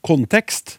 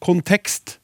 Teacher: da ble alltid trykket lagt på andre stavelse · Shown in: second take